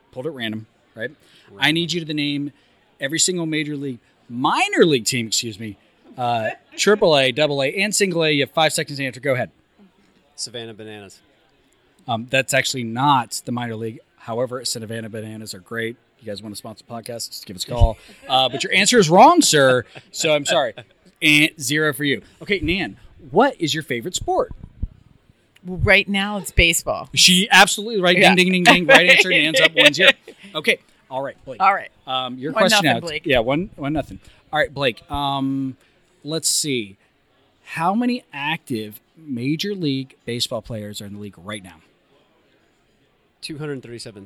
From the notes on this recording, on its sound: We are live at the ZimVie Dental Annual Sales Meeting. This meeting was a ton of fun and held in Palm Beach Gardens, FL at PGA National Resort.